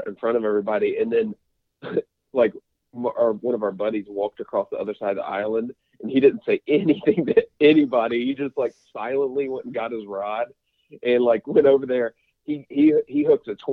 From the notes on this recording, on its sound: The smallie talk podcast dudes call. We had some computer issues that dropped us out halfway through the interview.